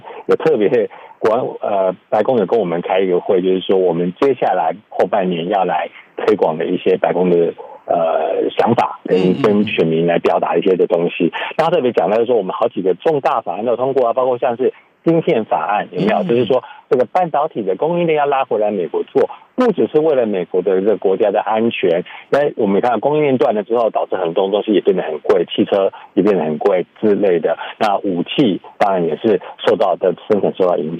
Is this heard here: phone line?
yes